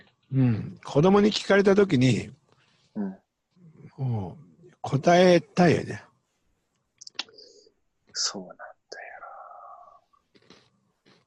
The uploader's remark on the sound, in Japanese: 長野県を結ぶZOOM録音です